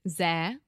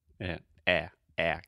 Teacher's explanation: Okay, so this is a very open sound. So your mouth is very open and to the front. · Shown in: first take